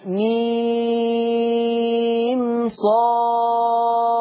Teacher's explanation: مش عايزكوا تقفوا على الميم لحد ما يجيني فيها غنة